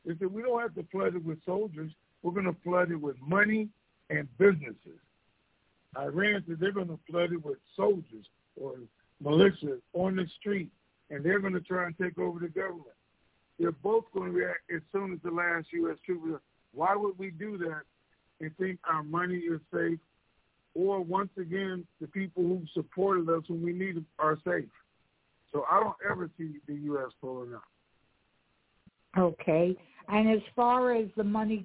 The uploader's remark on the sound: Conference Call